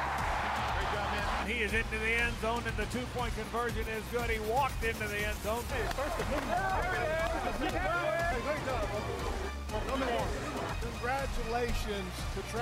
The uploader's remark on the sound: LIVE from TIAA Bank Field for Jags Drive Time